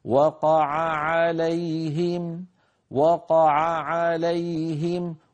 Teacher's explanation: وقع عليهم التقى في النطق متتاليا عينين، عين وعين وكلتاهما مفتوحة، ولما وقع عليهم، فعلينا أن نحرص على بيان كلتا العينين